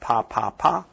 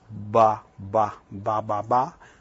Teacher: P and B are the same, except that B is voiced. So if we have pa, pa, pa, ba, ba, ba, ba, ba, and that b, b, again, everything stopped.